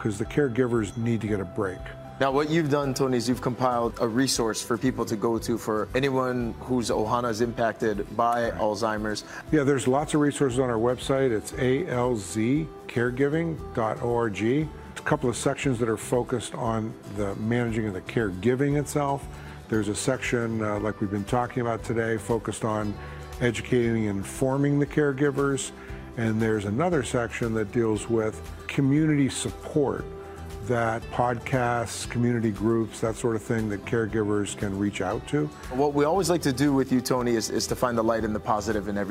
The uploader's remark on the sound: We're live at Opulicious Poke & Plate Lunch in Vegas and in the HI Now kitchen.